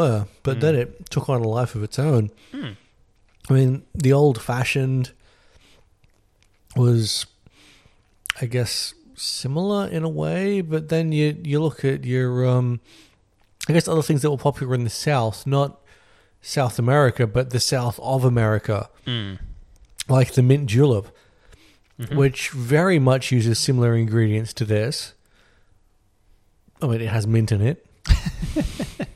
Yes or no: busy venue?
no